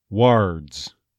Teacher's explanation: Words, there's the er sound, that hard R definitely, but it may feel like it moves towards the vowel as in strut. Now, for many people from England, they'll actually, well, there are a variety of things that'll happen in England, but some speakers will make it more of a distinct strut.